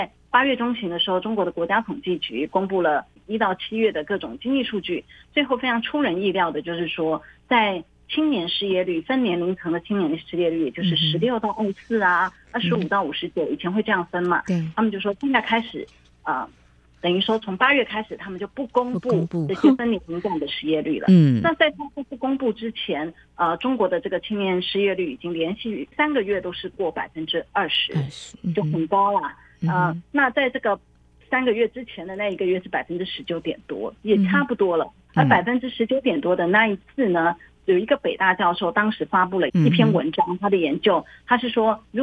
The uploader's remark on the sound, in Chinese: 連線訪問中央社駐上海記者